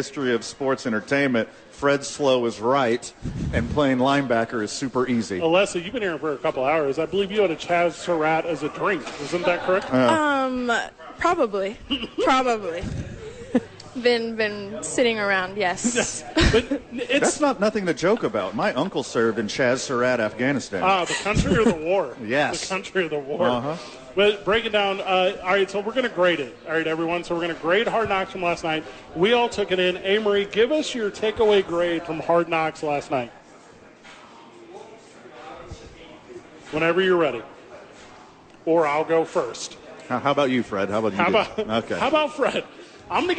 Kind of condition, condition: setting, busy venue